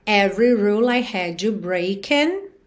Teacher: Every também o E do meio não é pronunciado.